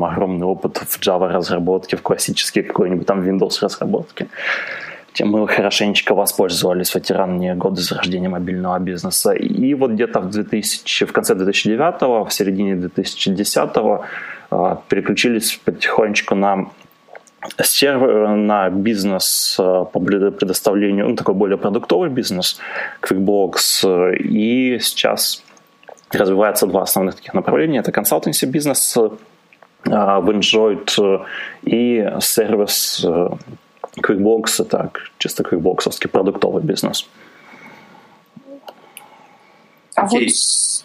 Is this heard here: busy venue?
no